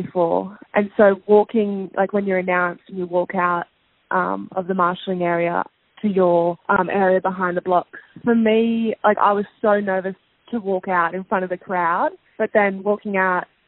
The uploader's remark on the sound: We did this over the phone so her audio isn’t as clear as usual